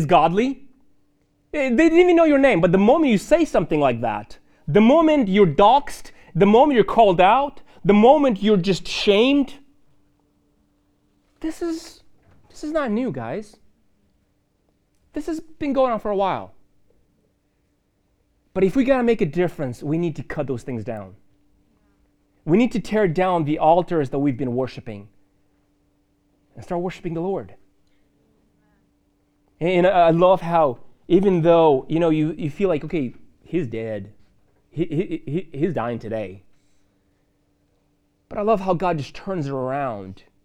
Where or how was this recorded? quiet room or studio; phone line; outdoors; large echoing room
large echoing room